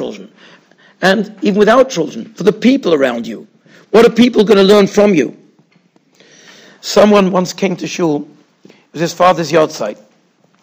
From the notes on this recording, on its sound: Shiur recorded in Yeshivas Ohr Reuven, Monsey, NY.